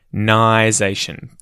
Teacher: the N-I in there sounds like you're saying the word I, like the I in your head, but with an N in front of it.